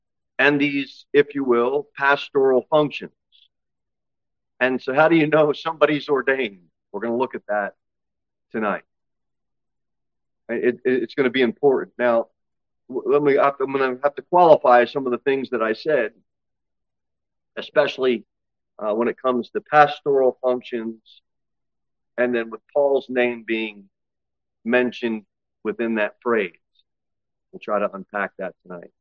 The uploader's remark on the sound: Sermon delivered at Pilgrim Baptist Church on Thursday, August 10, 2023, at 6-15 pm. Pilgrim Baptist Church, located at 229 W. Jere Whitson Rd. Cookeville, TN 38501.